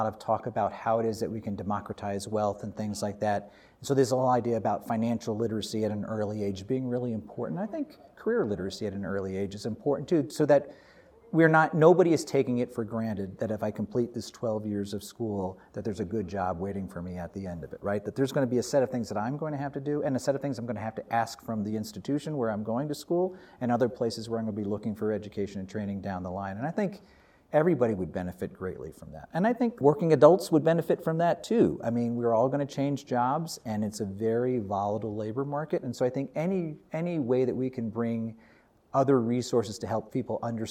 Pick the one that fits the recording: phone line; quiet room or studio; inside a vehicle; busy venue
busy venue